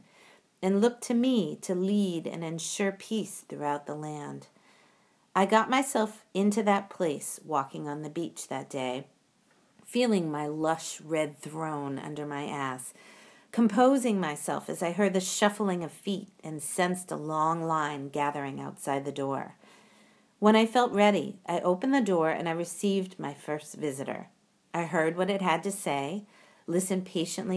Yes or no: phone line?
no